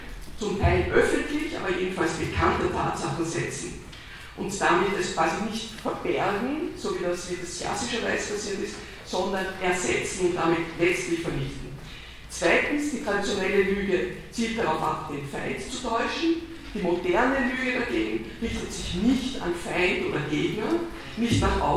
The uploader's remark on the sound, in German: Ringvorlesung im WS 2016